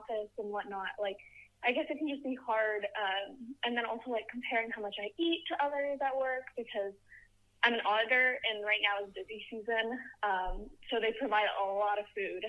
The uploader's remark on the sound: In this live phone in episode.